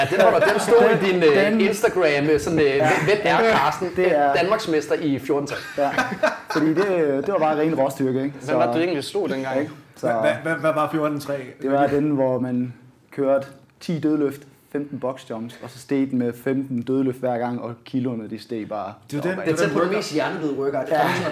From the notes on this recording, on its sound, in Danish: Episode 43 er optaget under vores tur til Århus i februar og er selvfølgelig optaget i boxen det handler om, nemlig CrossFit Aros